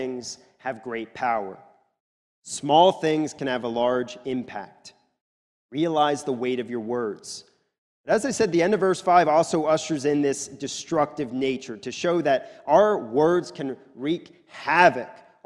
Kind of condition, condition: setting, large echoing room